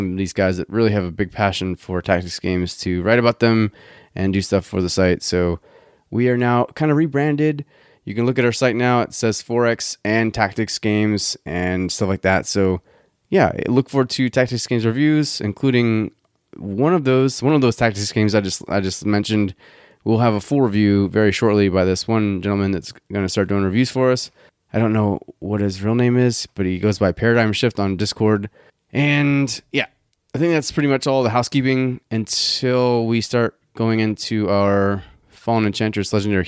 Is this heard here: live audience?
no